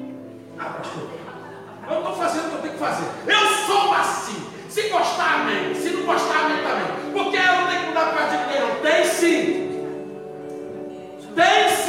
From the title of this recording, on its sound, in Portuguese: Culto de quarta-feira - 06/11/2019 (Santa Ceia) - Ao Vivo na Casa de Louvor